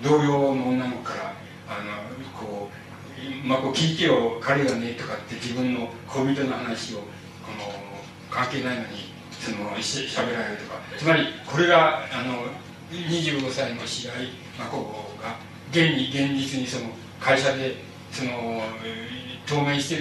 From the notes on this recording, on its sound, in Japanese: 主催：白梅学園短期大学 場所：白梅学園短期大学。音質はあまりよくないが、 ステージ近くで録音されたため、 内容は聞き取ることができる。